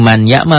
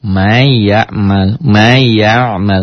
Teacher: Karena nun mati ketemu ya. Idgham. Idgham biguna. · Shown in: second take